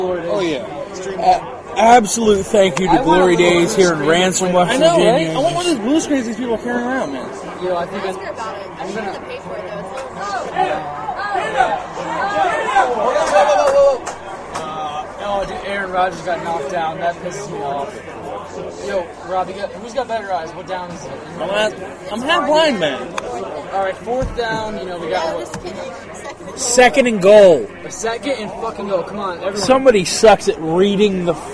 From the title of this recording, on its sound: LIVE from Glory Days